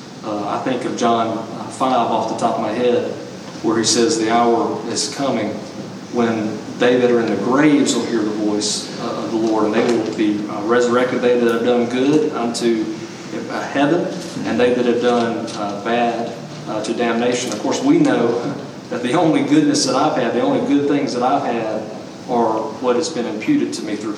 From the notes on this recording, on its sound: We are sharing portions of the ordination service. We are sharing portions of the service.